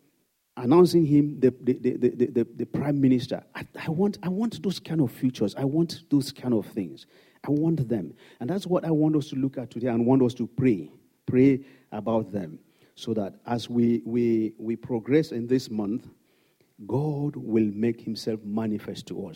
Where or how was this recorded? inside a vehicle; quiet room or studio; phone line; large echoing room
large echoing room